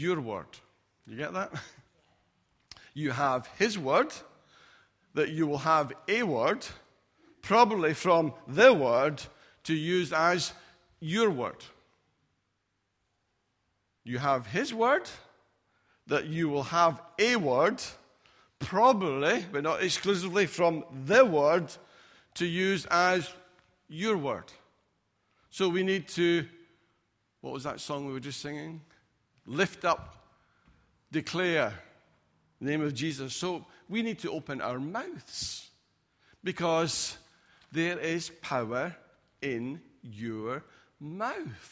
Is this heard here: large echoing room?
yes